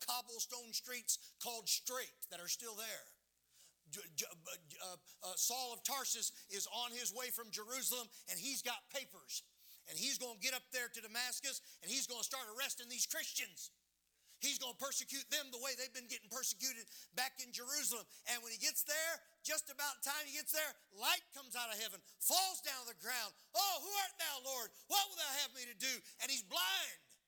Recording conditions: large echoing room